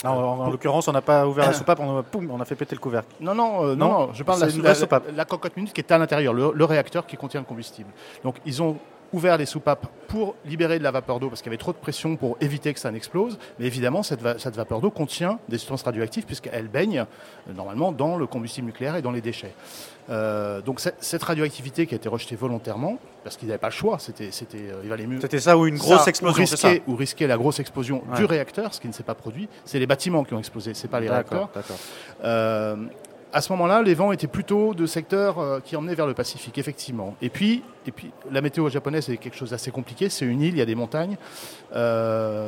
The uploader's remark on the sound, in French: enregistrée lors du salon planète durable en Avril 2011